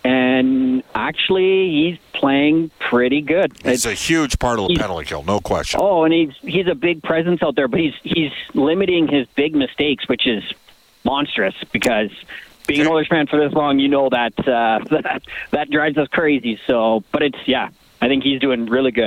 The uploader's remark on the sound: opens up the phone lines